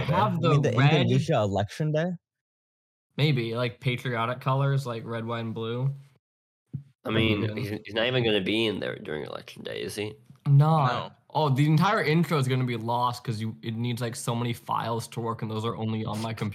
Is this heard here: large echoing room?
no